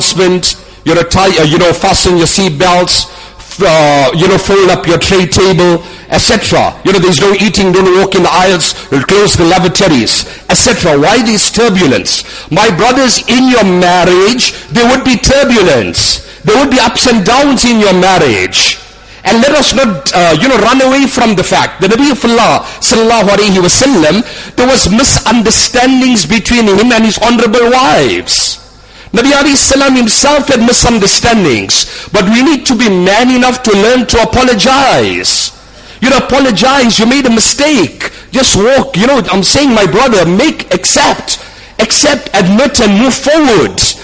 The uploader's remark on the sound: Jumuah lecture at Umhlanga Masjid